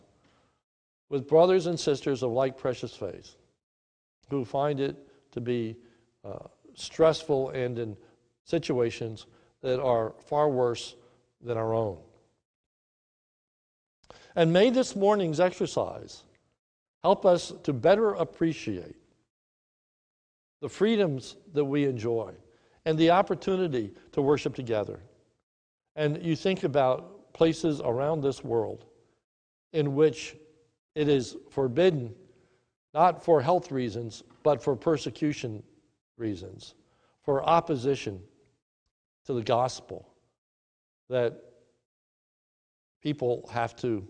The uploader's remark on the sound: This is a sermon recorded live at the Lebanon Bible Fellowship Church in Lebanon, PA on 3/15/2020 at 10:45am